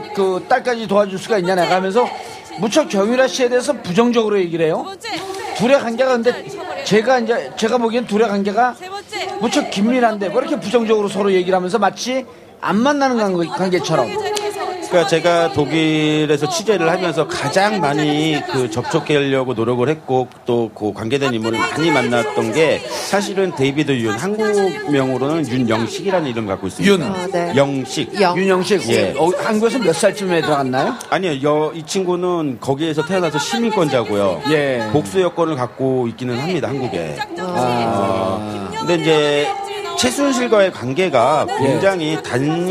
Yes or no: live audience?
yes